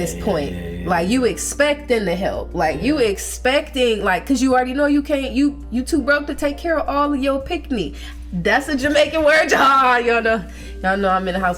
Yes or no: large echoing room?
no